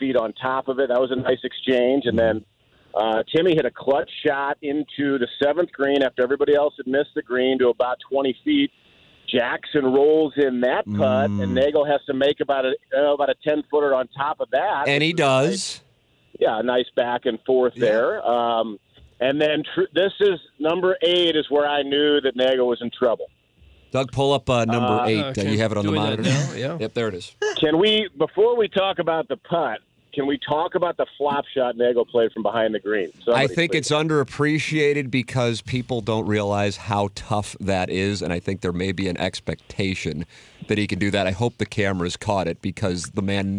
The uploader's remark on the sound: calls in to talk